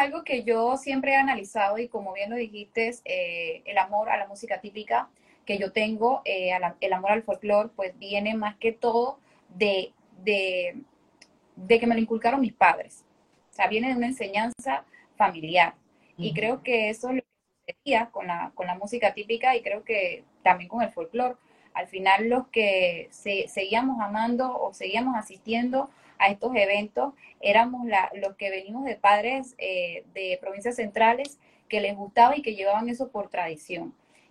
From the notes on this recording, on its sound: IG Live.